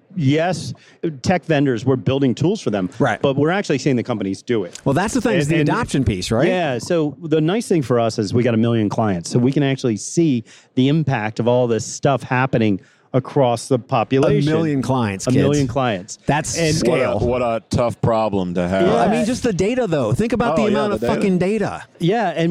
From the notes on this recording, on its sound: Recorded live at the HR Tech Conference from the Fuel50 booth in Las Vegas.